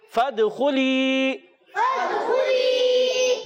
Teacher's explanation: دال میں کلکلا ادا کریں گے، آواز لوٹ کر آنی چاہیے، خا کو پر ادا کریں گے، اور یا مدہ کو